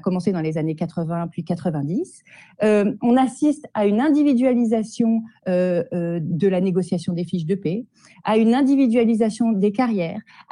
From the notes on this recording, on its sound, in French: lors d’une rencontre en visio